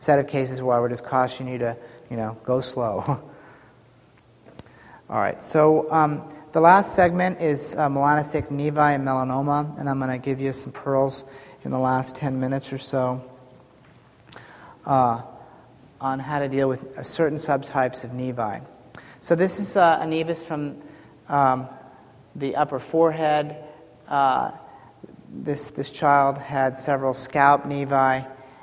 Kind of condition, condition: setting, live audience